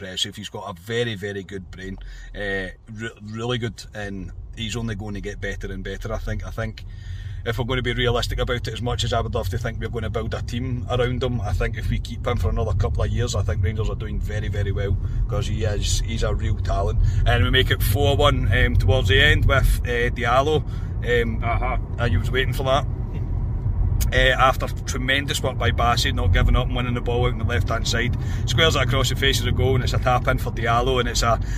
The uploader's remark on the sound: reaction from the car